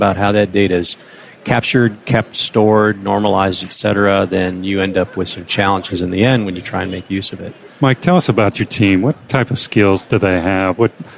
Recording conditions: busy venue